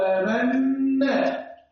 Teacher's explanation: النون المشدده تغنى والغنى بناخد زمن ايه زمن حرفين او حركتين · Term: الغنة